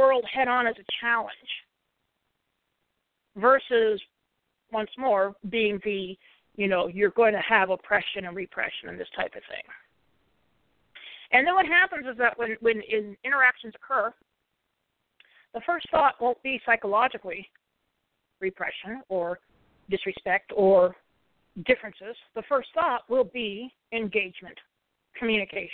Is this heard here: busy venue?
no